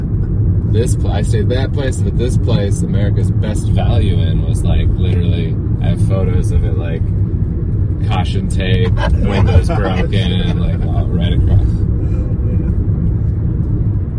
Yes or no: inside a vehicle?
yes